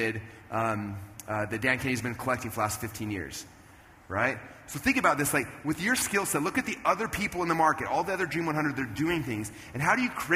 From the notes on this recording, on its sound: Here is the conclusion of the special conversation I had on stage at a Traffic Secrets event.